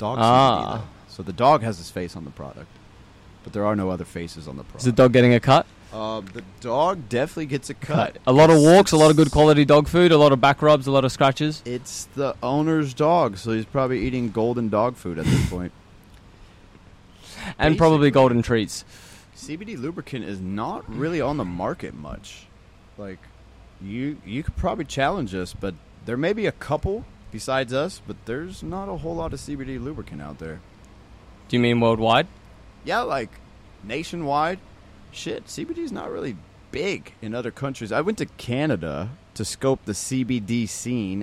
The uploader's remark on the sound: This first episode Filmed Live at Itaca Beach Club Ibiza Spain.